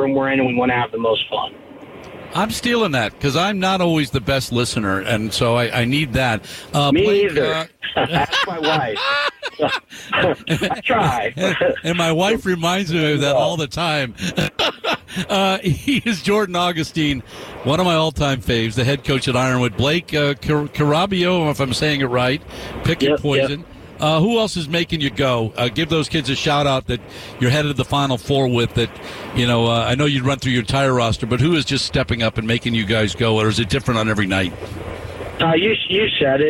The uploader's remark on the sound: live at Desert Mountain High School